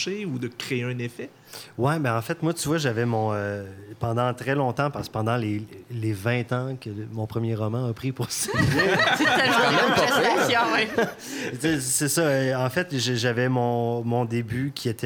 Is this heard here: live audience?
yes